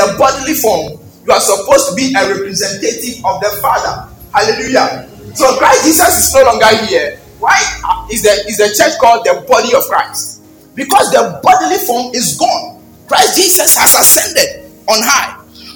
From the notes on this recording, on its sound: Baptism of the Holy Spirit was preached at Perez Chapel Hohoe.